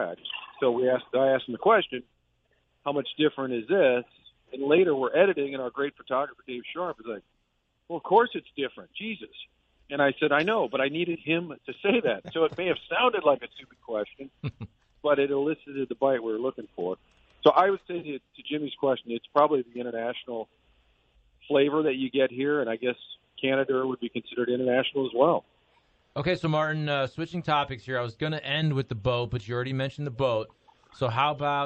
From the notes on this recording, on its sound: phones in from Boston, MA